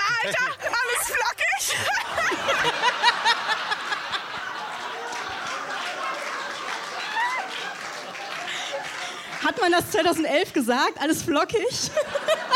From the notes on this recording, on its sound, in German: live auf der kuschlig-plüschigen Bühne beim Reeperbahn-Festival in Hamburg